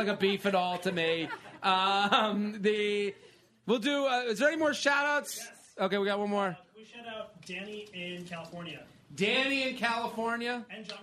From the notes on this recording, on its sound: Special bonus episode record LIVE from Chatter in Washington D.C.